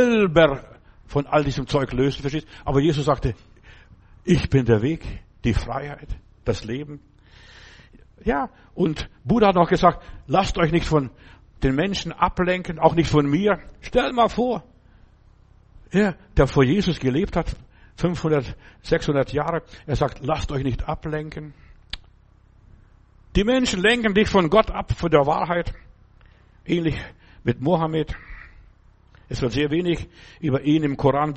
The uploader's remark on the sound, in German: Im Gemeinde-Zentrum in Berlin aufgenommen.